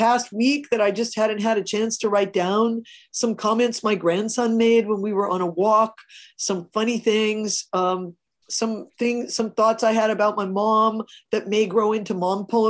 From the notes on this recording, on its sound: a moderated town-hall-style Q&A with questions coming from the live virtual audience